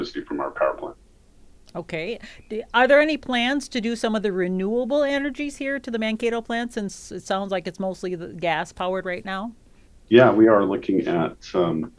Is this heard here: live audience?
no